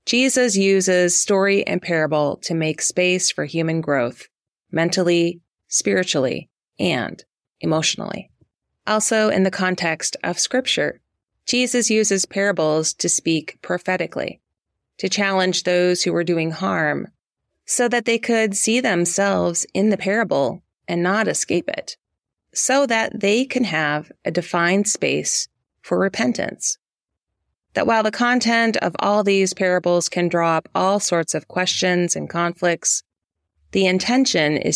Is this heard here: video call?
no